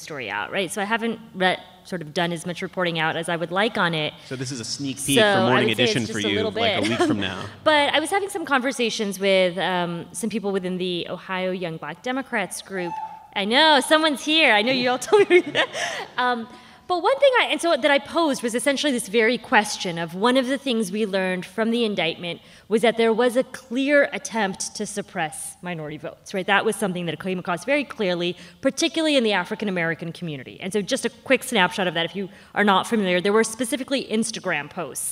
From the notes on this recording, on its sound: NPR Politics Live From Cleveland. Recorded in front of a live audience at the Ohio Theatre at Playhouse Square in Cleveland.